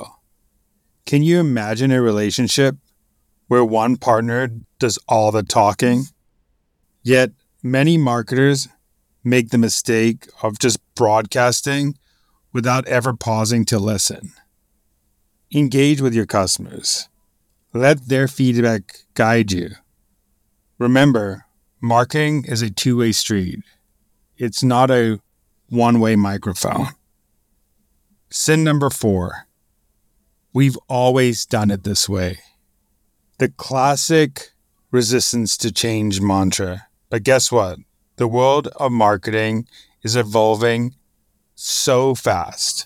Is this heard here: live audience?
no